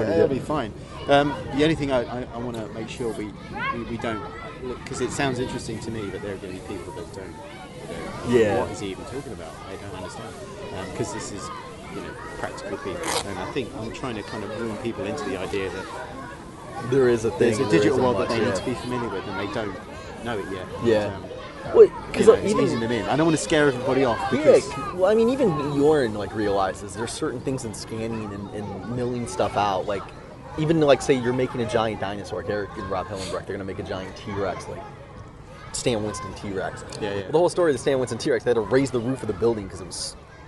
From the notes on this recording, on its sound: We recorded in a cemetery in London, so there are background noises. The whole gamut of life - cars, sirens, passing people, kids, birds in the sky, aircraft, wind – it’s all there in a place of the dead. It's all background, our audio is clear.